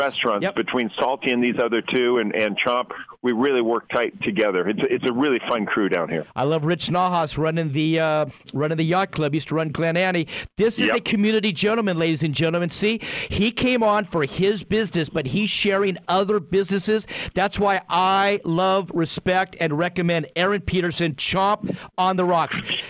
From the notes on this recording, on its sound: on the phone